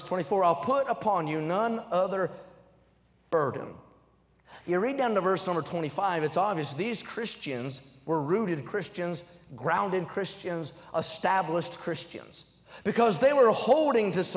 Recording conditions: large echoing room